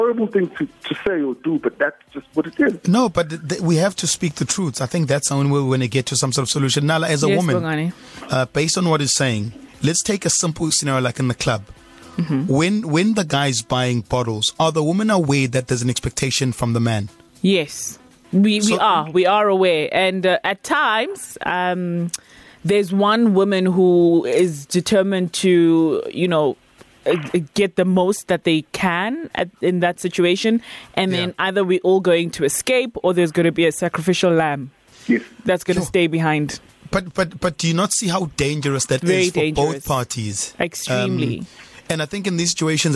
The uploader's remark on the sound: We Took A Call. Phoner.